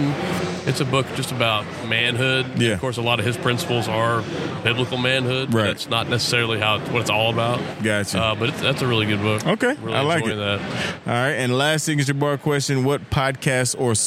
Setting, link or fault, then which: setting, busy venue